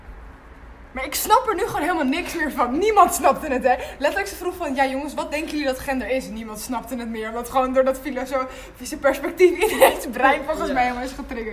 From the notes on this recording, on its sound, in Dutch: Door de wind is het gesprek soms moeilijk te verstaan en dat spijt ons. We hebben veel audio niet kunnen gebruiken door het slechte geluid, dus bij deze beloven wij dat we nooit meer in de wind zullen opnemen.